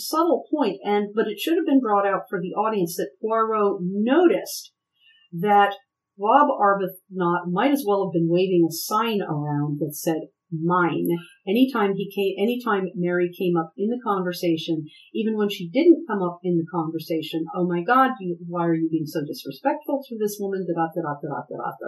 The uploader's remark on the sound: The sound is a bit rough, but future episodes are better, honest!